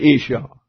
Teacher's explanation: While the dot in the interior of the letter means that it is doubled, thus Isha. The difficulty in enunciating the double sin has caused the second one to usually be ignored, thus we say Isha.